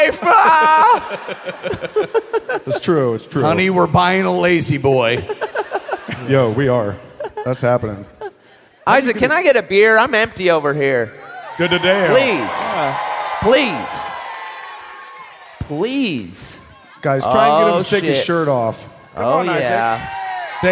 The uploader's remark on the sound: Live From Columbus!